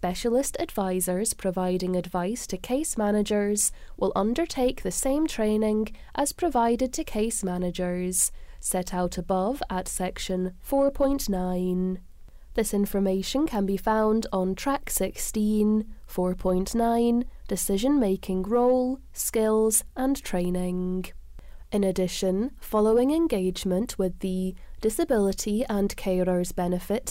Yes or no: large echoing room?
no